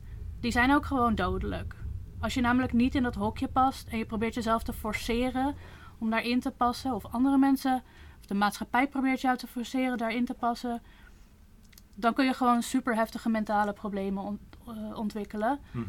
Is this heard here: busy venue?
no